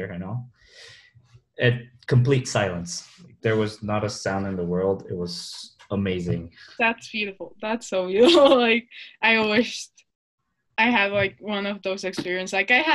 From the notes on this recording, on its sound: Sorry the audio is a bit laggy, we had to do it over zoom because of quarantine.